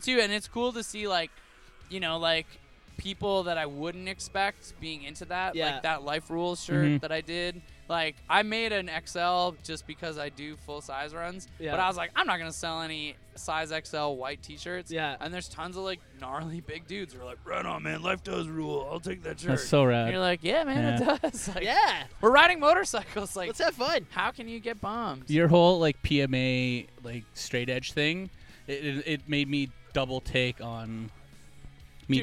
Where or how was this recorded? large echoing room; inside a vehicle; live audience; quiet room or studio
inside a vehicle